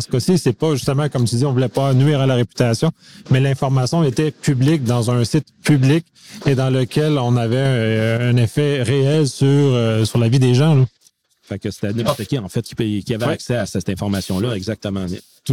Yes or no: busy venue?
yes